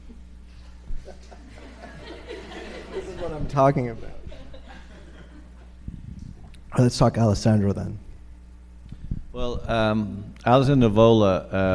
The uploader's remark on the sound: Took place live recently at the Film Society of Lincoln Center. The audio comes from our friends over at The Close-Up.